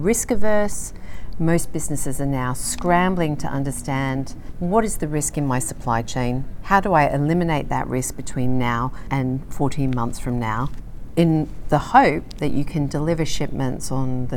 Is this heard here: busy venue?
yes